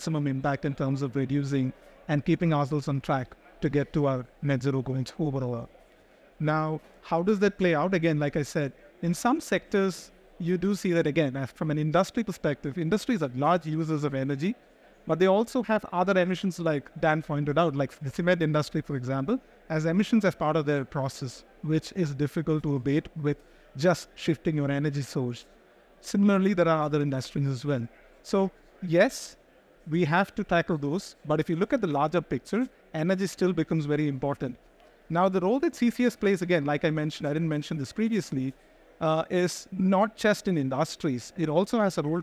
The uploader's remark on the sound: Recorded live at ADIPEC 2023